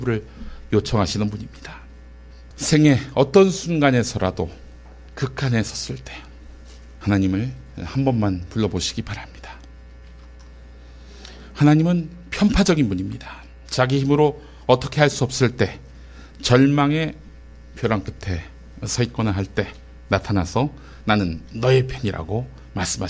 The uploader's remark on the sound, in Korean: 장소] 벙커1교회 (서울 마포구 월드컵북로5가길 8-15 지하 1층)